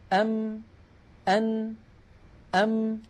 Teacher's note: أم أن أم، لما أقول أم يحدث أمراني، تنطبق الشفتان ويخرج من الخيشوم عن طريق فتحتي الأنف صوت، مجموع هذا العمل يشكل حرف الميم، بدليل لو أني سددت الأنف وقلت ونطقت ميم ساكنة يختل الصوت.